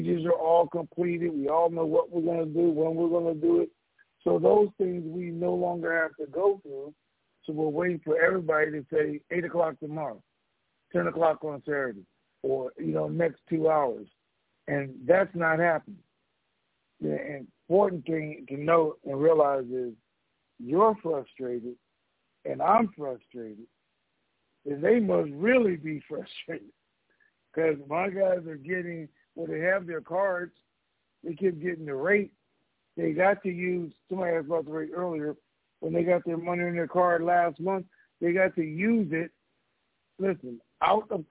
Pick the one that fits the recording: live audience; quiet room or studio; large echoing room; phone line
phone line